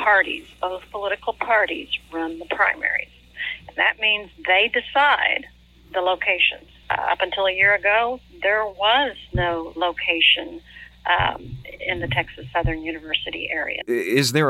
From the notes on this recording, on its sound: surprised her with a phone call